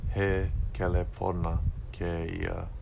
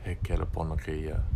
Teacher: Because in between the he, kelepona, and keia, there's no glottal stop, there's no okina there, so you don't need to make a jump. · Shown in: second take